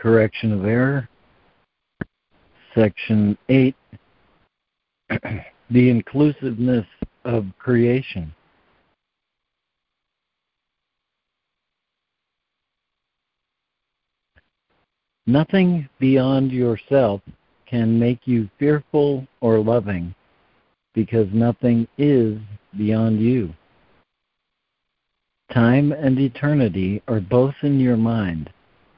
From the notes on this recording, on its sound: ACIM Daily Conference Call.